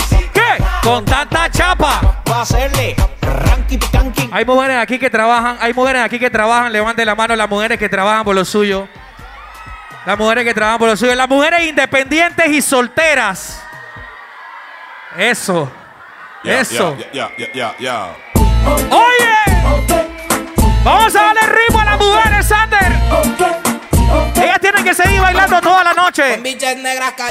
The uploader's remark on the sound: Live Session at 5to5 Hotel Hilton Panamá